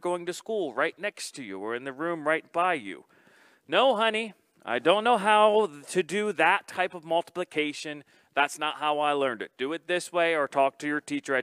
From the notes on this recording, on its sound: This message was first preached on January 17th 2021 at Linglestown Life Church in Harrisburg PA.